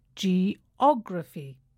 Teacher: the stress falls on the third syllable from the end